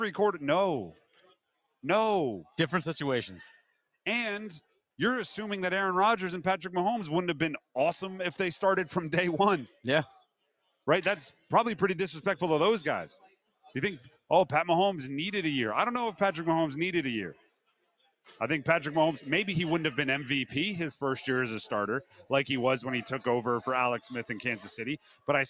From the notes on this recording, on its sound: Is live in Charlotte for day two of the 2023 ACC Football Kickoff.